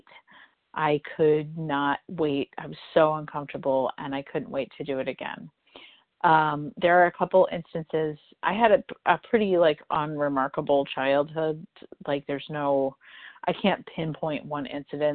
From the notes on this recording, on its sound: from the 100 Pounders Phone Meeting on 12/14/20